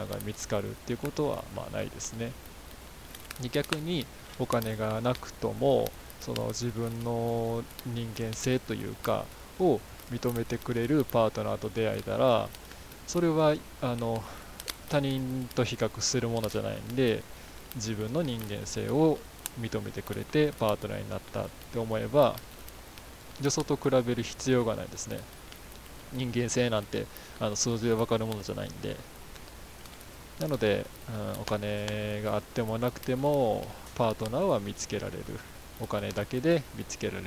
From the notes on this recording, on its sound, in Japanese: 使い始めるのは#4からなので#3まではこの音質で我慢。